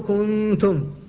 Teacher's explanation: فهذه 15 حرفا تخفى عندها النون الساكنة والتنوين، فتكون النون المخفاة التي لم يبق منها إلا غنتها كنتم، فأنت لم تنطق بالنون، لم تحققها في المخرج، فإذا قلت كنتم فقد نحنت، فتبقى منها الغنة فتقول كنتم، فالنون في الواقع ما خرجت من مخرجها وإنما خرجت الغنة فقط، فهذا الإخفاء.